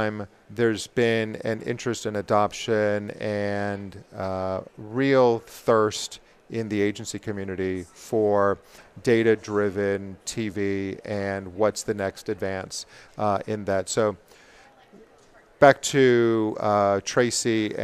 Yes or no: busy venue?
yes